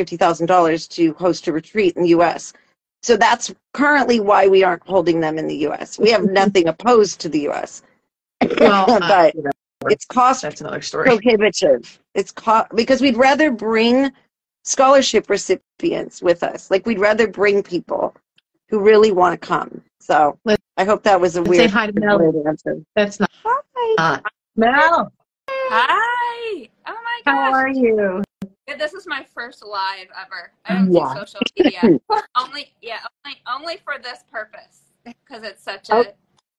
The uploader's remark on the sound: testimonials from Instagram Live